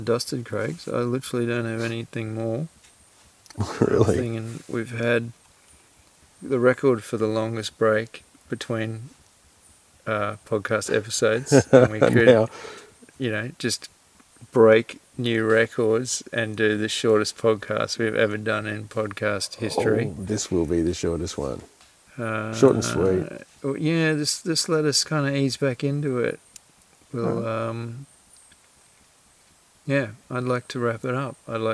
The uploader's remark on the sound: What better way to return from a 1 year hiatus than recording deep in a rainforest?